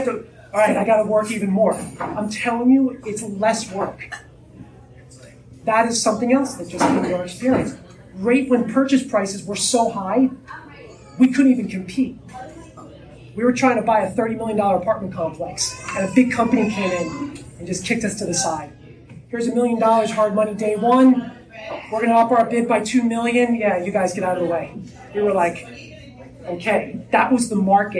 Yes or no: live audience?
yes